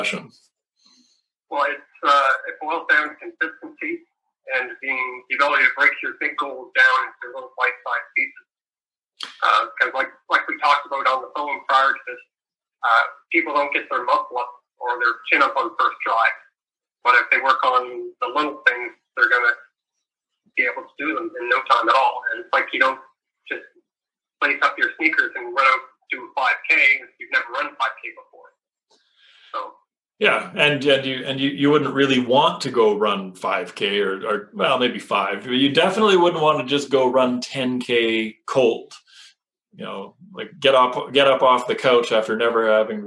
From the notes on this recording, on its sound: Apologies re audio quality. Tech issues all the way around on this one.